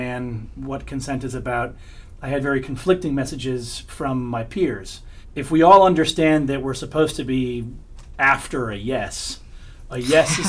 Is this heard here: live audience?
no